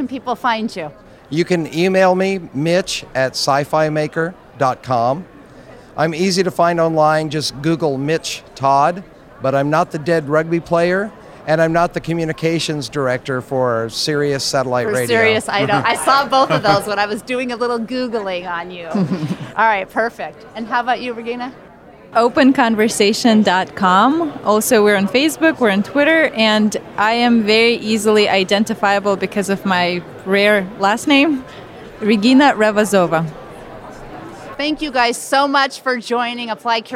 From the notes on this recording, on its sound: live from the Podcast Movement event